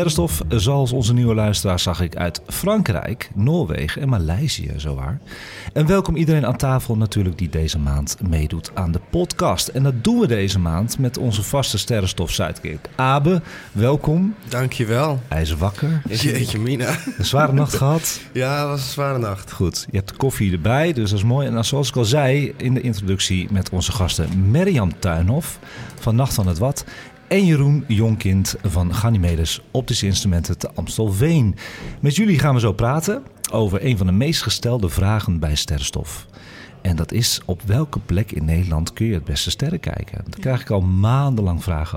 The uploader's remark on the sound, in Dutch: Deze live uitzending is opgenomen in het Allard Pierson te Amsterdam voor AmsterdamFM.